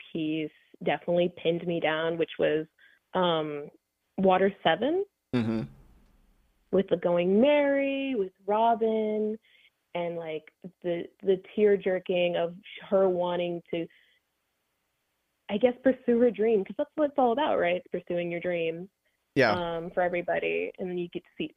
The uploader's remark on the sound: we will be discussing various topics and taking phone calls